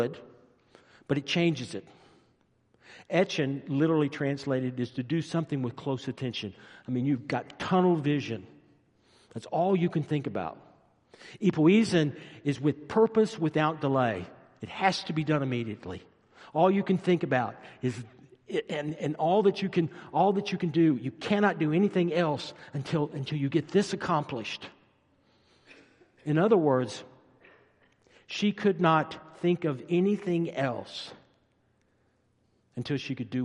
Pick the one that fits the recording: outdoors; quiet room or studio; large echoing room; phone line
large echoing room